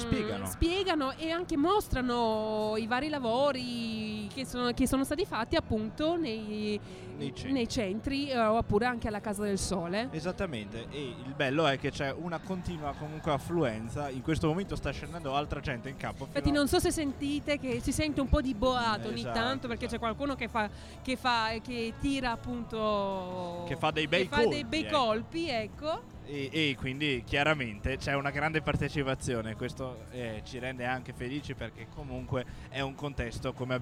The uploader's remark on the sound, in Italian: Puntata in esterna per lo staff di Burro d'Arachidi! In diretta dal Palazzetto Sanbapolis per l'evento organizzato dal Centro Salute Mentale di Trento "Spazio All Fair Play".